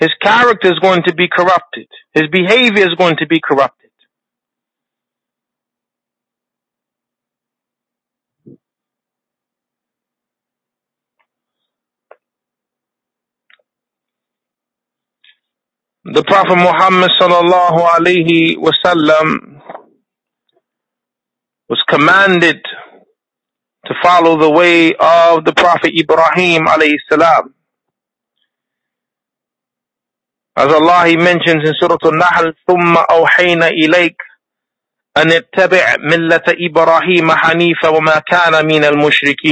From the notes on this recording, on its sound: A Toronto Tele-Conference Event